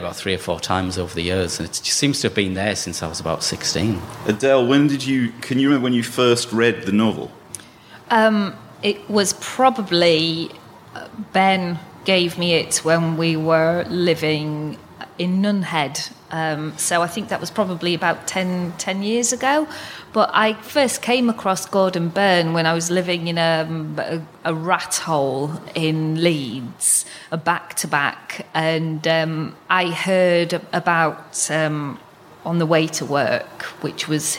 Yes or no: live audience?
yes